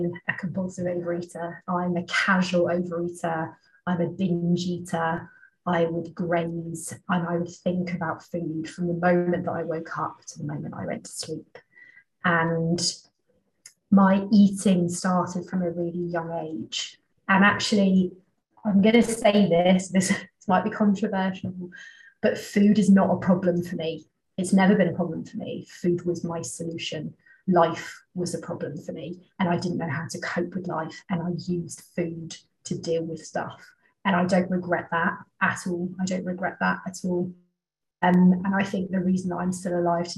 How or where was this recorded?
video call